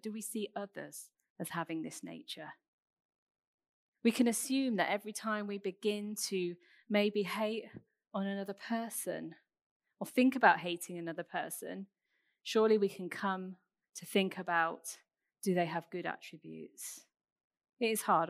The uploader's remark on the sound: Recorded 27th June at Central Vineyard Northampton under covid conditions and restriction